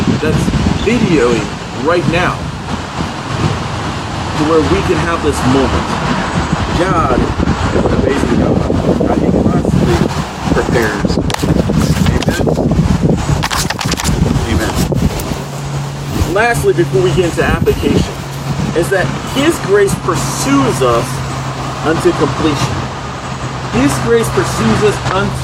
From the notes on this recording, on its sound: Unfortunately, there is a lot of noise in the video for Today. Broadcasting/recording while outside.